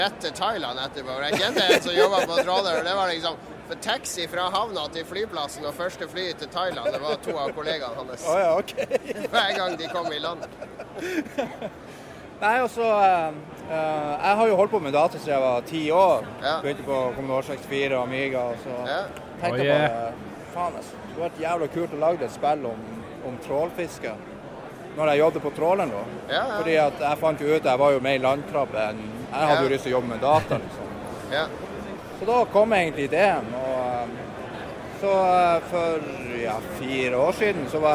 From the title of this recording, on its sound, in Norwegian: Live fra GDC